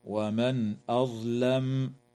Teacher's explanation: تظهر النون الساكنة عند الهمزة من قوله تعالى: ومن أظلم